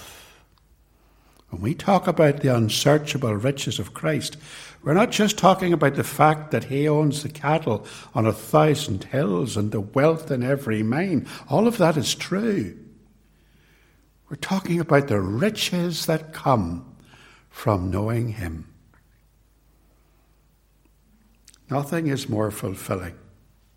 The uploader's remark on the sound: It was recorded at TRC